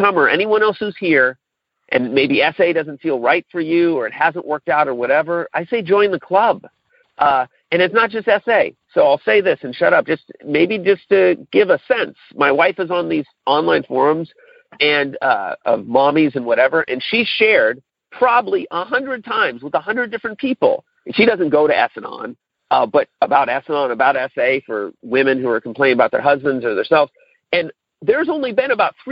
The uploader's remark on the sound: Monday Noon Phone Speaker Series